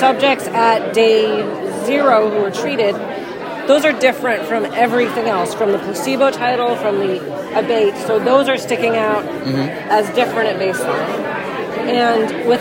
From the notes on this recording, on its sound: recorded during IDS Paris 2023